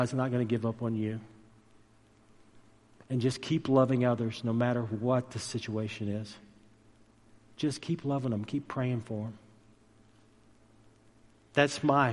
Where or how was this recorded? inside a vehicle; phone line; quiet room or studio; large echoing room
large echoing room